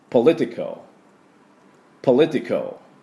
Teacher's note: このカルのところは A はほとんど発音しません · Term: 弱母音